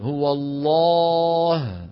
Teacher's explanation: تفخم العرب اللام بإجماع من لفظ الجلالة الله، وذلك إن سبق بفتحة أو بضمة